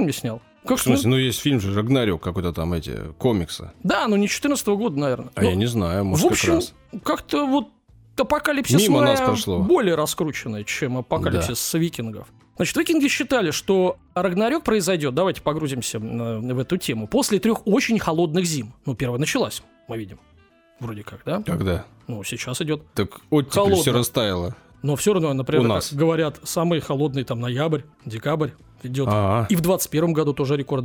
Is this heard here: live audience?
no